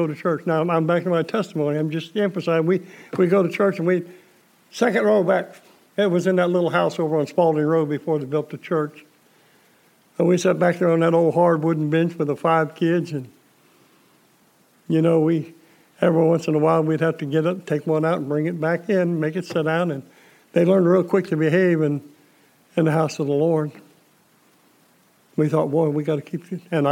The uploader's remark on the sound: Preached December 27, 2020 at General Baptist Church God's House of Prayer in Fairborn, Ohio